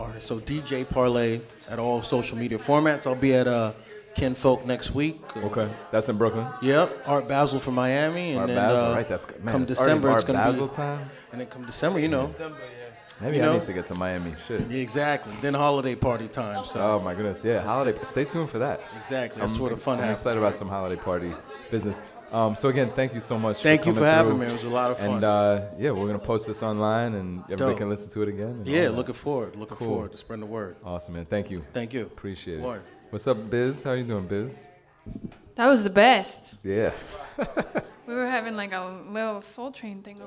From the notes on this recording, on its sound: Originally broadcast live on November 21, 2016 from the storefront of The Late Late Bar on Houston Street in New York City